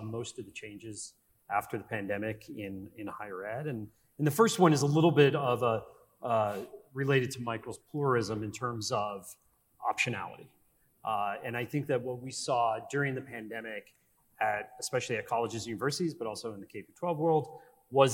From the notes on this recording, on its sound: Live from NAIS. At the recent National Association of Independent Schools (NAIS) annual meeting.